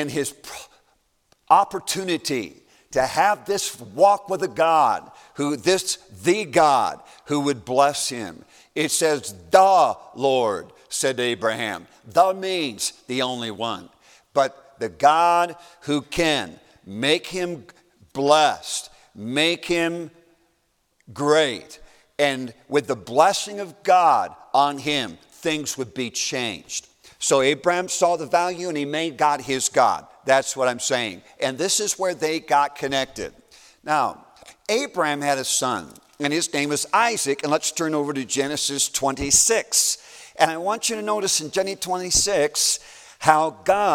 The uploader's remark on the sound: A message preached as a part of the New Life Meeting at Baptist College of Ministry